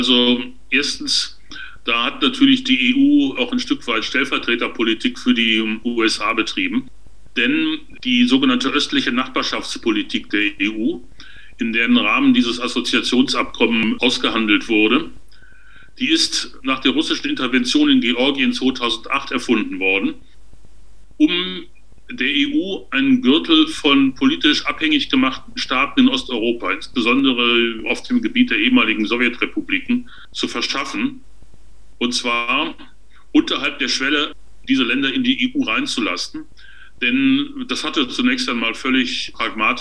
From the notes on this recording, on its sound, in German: aufgezeichneten Videokonferenz